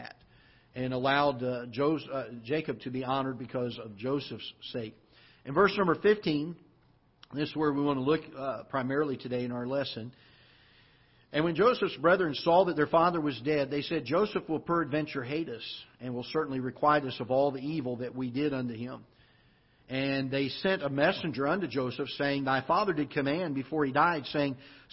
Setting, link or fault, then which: setting, large echoing room